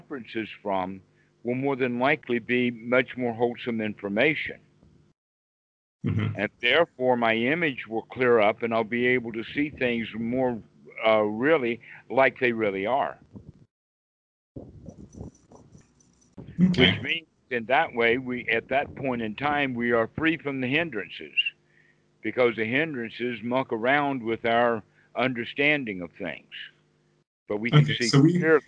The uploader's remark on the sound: skype calls on this channel